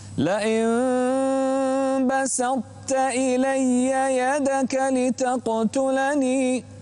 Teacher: انتبه إلى الترقيق في السين والتاء وفخم الطاء